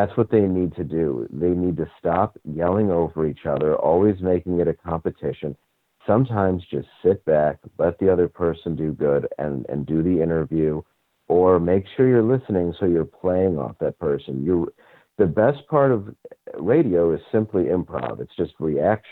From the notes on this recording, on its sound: called